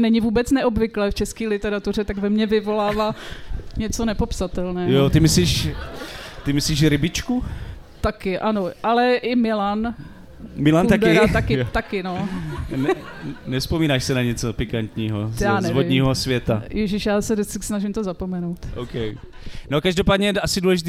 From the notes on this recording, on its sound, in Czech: Speciální festivalový díl TL;DR jste mohli slyšet živě na festivalu Beseda u Bigbítu v Tasově. Speciální festivalový díl TL;DR jste mohli slyšet živě na festivalu Beseda u Bigbítu v Tasově.